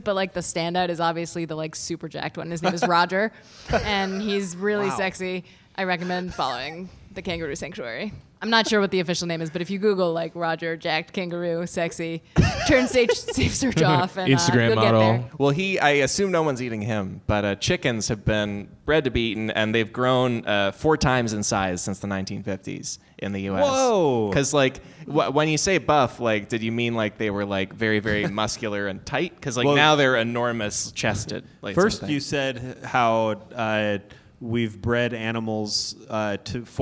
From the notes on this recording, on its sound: LIVE at UCB Sunset